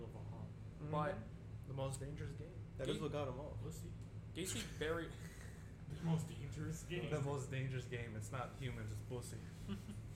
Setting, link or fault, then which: fault, uneven or low level